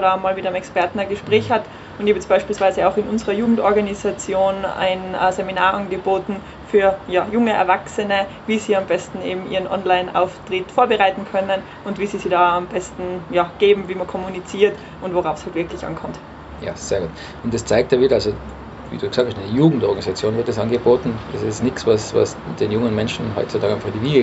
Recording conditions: outdoors